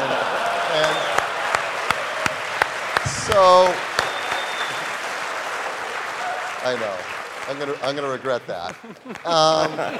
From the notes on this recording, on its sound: Live From WWDC 2017